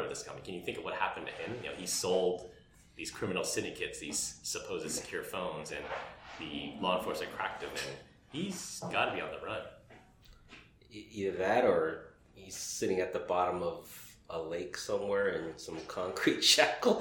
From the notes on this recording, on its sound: Several of us met up in person to socially distantly record this episode. The audio may have more echoes and volume variance than normal due to the space we reserved to record the podcast.